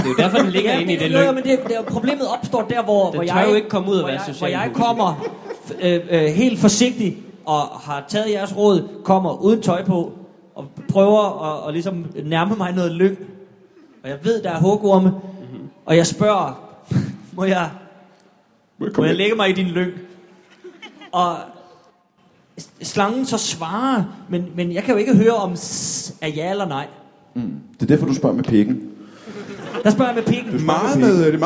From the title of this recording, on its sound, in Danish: Skuespilhuset #ZCF LIVE